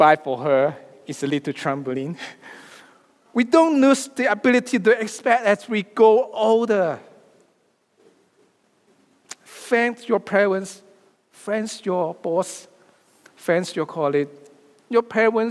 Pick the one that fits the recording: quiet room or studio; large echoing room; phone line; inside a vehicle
large echoing room